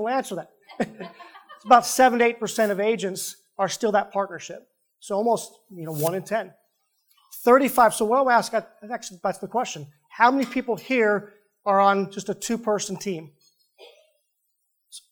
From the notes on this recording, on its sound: Live Event Recording. We take you inside an in-person Fathom event featuring top teams from across the country.